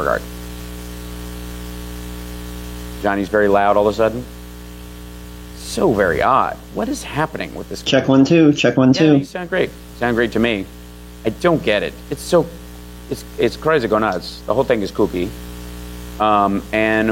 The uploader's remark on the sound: Despite a mountain of technical issues